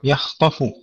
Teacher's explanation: فننتبه أن نفتح الطاء ولا نضمها